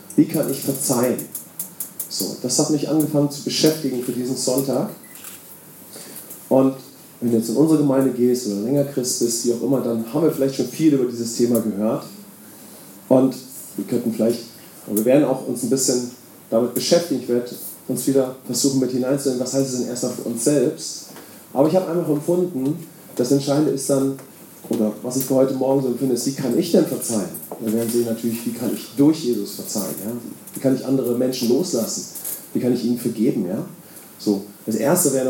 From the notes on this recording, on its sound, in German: Wir bitten die geringere Aufnahmequalität zu entschuldigen. Bei der Aufnahme gab es technische Schwierigkeiten mit unserem Mischpult. Deshalb mussten wir die Sicherheitsaufnahme mit einem Iphone verwenden.